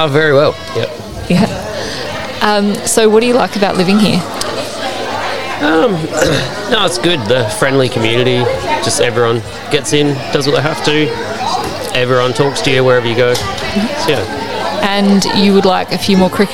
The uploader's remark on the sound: It was recorded live at the Wudinna Game On event in early March! You'll have to ignore the background noise as best you can.